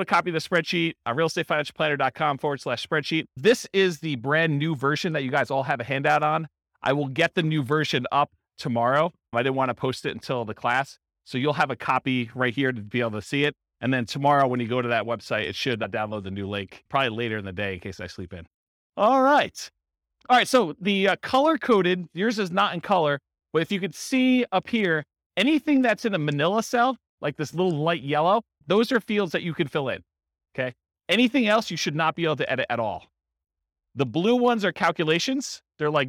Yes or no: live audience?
yes